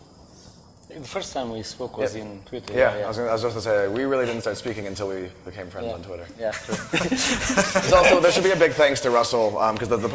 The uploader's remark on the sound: Live at RICON, 2014.